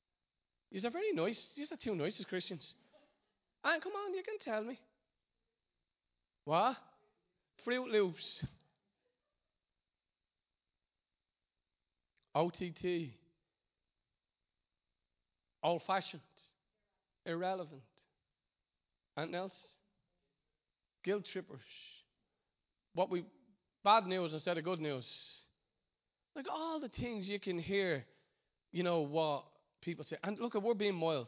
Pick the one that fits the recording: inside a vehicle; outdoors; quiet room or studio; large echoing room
large echoing room